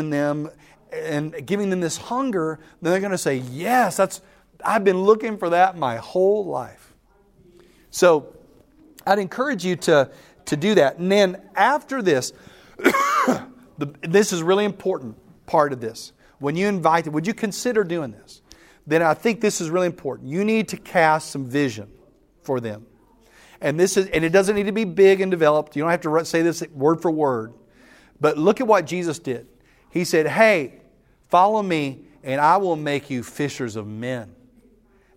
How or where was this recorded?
live audience